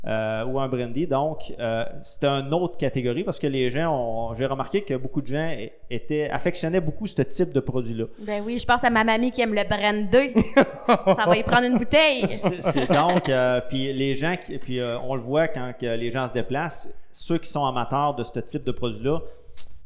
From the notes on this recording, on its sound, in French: Le premier épisode de la Virée a étéenregistré à la Distillerie Ste-Sabine.